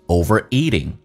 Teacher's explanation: Overeat 指的是暴饮暴食的意思，吃得过多，过度的这个吃得很饱。Overeat 这个单词很难发， V 咬下唇的三分之一数 V，然后呢轻度卷舌 ver， Overeat 重音在 E，长元音嘴角咧到极限